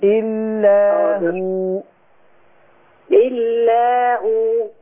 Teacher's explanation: لما تقفي على هو حركتين بس